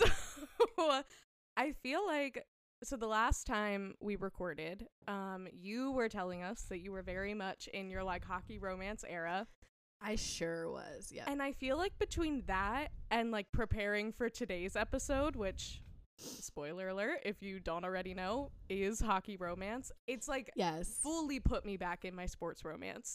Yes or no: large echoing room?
no